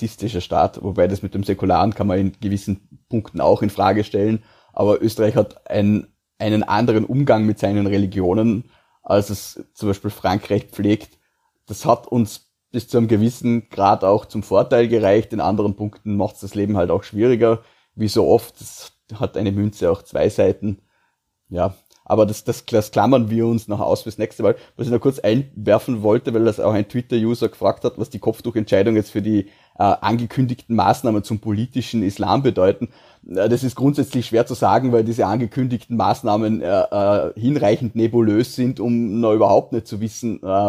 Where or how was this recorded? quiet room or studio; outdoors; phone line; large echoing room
quiet room or studio